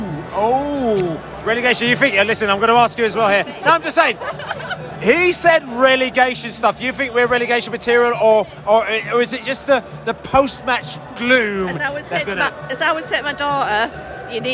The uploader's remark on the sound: post-match podcast from the stands